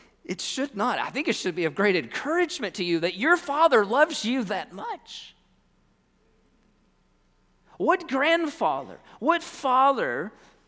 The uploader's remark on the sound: At First Baptist Church in Mount Washington, KY.